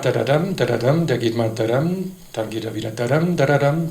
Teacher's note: Und es geht auch nicht so abgehackt, nicht so akzentuiert wie im Deutschen, und der Akzent sitzt nicht vorne, sondern hinten. Sprich, es ist eine völlig andere Struktur, eine andere Melodie, andere Konsonantenfolge. · Term: Rhythmus